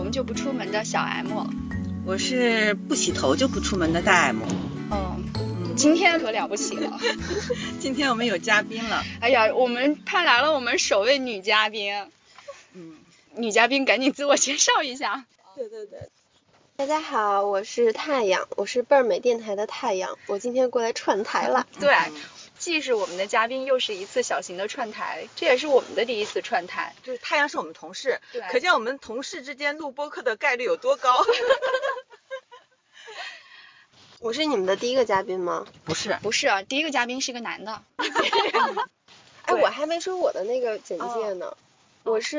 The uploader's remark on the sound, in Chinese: 具体场景是：地下车库，车里。录音笔在中间。的羽绒服一直在沙沙作响。